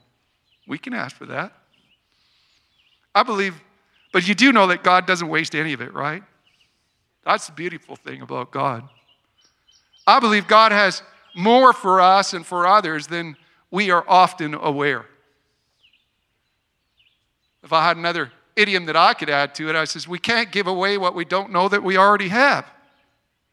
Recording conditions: outdoors